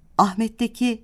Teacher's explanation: Ahmet'teki H sesi gırtlaktan söylenmez